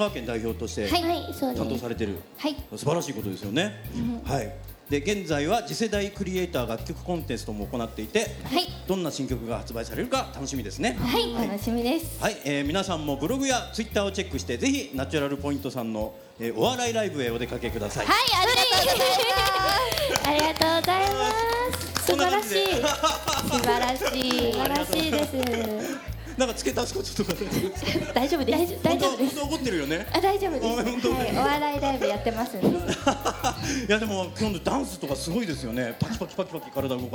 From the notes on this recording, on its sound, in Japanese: 川崎モアーズにて公開収録！